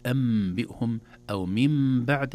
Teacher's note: وكذلك النون الساكنة إذا جاء بعدها باء، مثل كلمة أنبئهم أو من بعد، لا نقول أنبئهم ولا من بعد، تنقلب النون الساكنة ميما